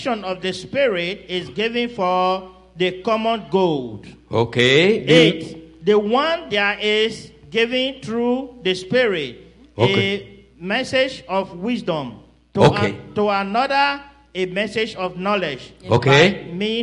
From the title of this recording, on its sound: Celebration of Praise and Worship Service